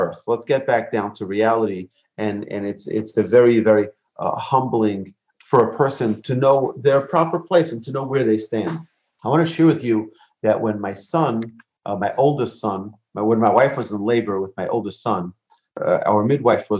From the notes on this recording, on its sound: Recorded presentation to an online audience at Cong. Beth Yeshurun. In Houston, Texas.